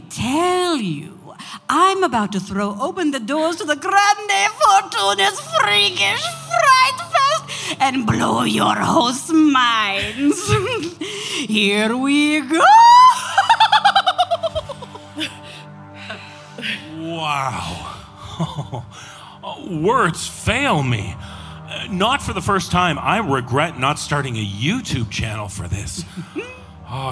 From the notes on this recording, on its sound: This special hiatus episode features the performance from our Halloween Live Tour at The El Rey Theatre in Los Angeles, California on October 31, 2019. Halloween Live at The El Rey Theatre. This special hiatus episode features the performance from our Halloween Live Tour at The El Rey Theatre in Los Angeles, California on October 31, 2019.